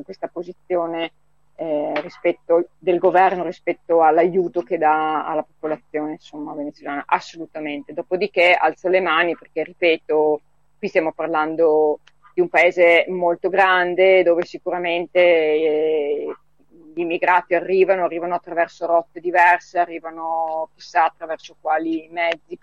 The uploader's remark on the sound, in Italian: Al telefono. Poi ci colleghiamo con la comunità di pace di San José di Apartodó, in Colombia.